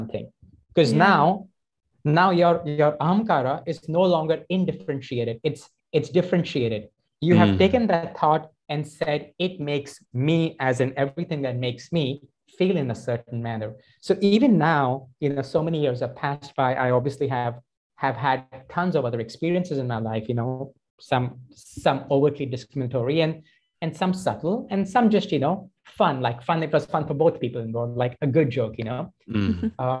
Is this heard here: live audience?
no